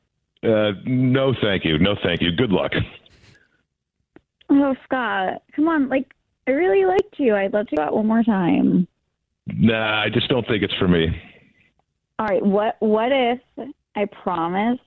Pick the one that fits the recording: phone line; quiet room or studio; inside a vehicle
phone line